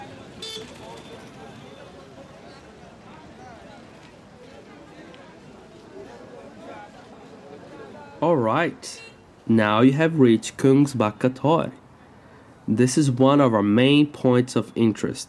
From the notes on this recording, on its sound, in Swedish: Walking towards Kungsbacka torg. Ljudpromenad i Kungsbacka.